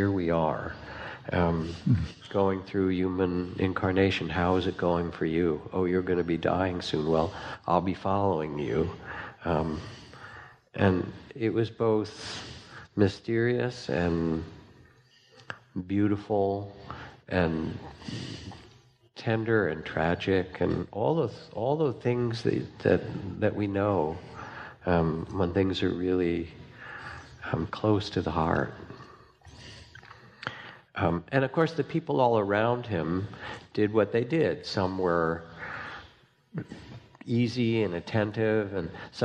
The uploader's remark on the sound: live on stage